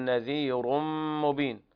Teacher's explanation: رقق ورش الراء في كلمة نذير مبين، والباقون بالتفخيم · Term: ترقيق الراءات